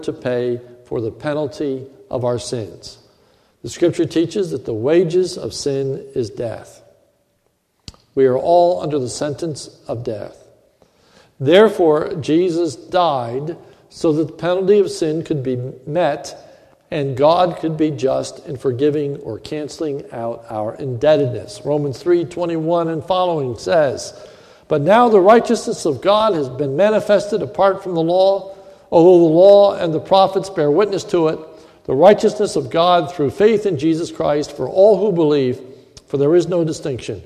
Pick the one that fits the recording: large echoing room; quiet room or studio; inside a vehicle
large echoing room